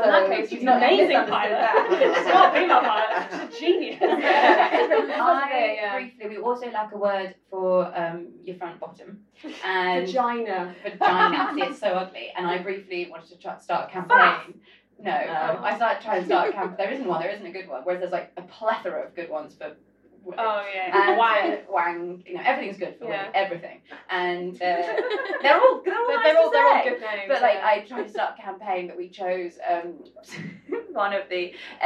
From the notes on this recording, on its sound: Recorded LIVE at Angel Comedy at the Bill Murray in London town.